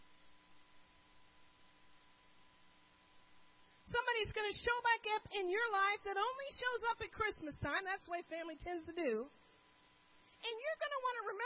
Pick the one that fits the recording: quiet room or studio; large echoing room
large echoing room